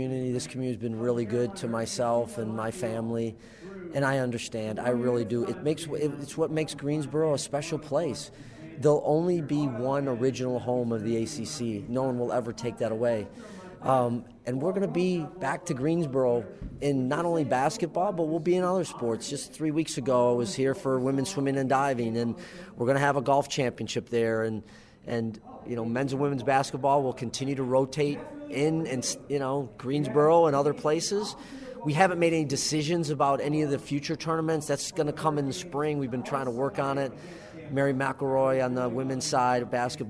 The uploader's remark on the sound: Live from the ACC Tournament at the Greensboro Coliseum.